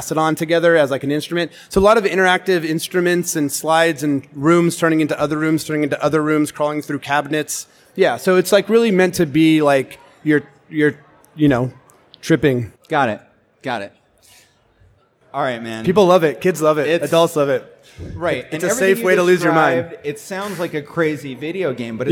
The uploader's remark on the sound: This episode was recorded live in front of a studio audience at Las Vegas Convention Center during ICSC RECon 2019.